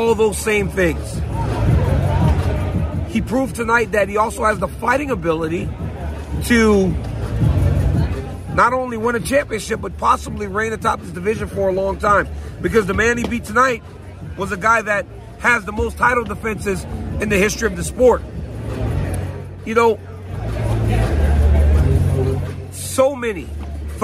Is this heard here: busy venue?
yes